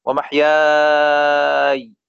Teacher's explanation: سكن الياء مع مد الألف قبلها مدا مشبعا 6 حركات وصلا ووقفا، فتصبح من قبيل المد اللازم الكلم المخفف ومحياي.